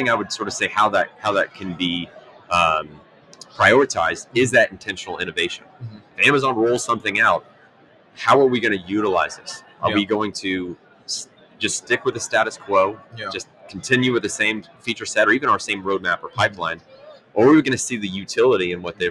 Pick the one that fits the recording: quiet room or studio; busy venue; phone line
busy venue